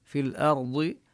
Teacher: هنا الهمزة مرققة والراء تفخم لأنها ساكنة وسبقها فتحة